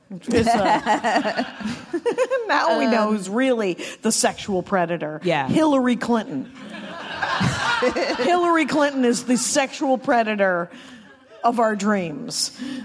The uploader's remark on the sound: live from LA Podfest!